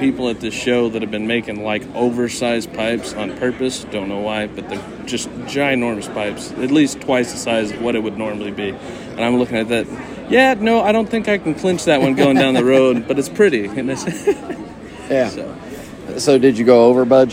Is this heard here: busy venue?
yes